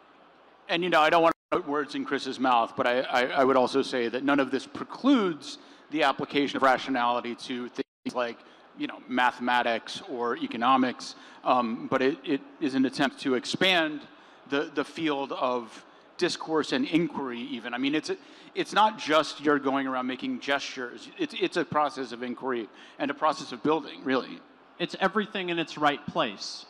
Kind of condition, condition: setting, busy venue